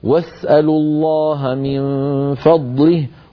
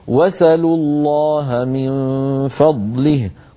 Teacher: بسين ساكنة بعدها همزة مفتوحة · Shown in: first take · واسألوا من فعل اسأل.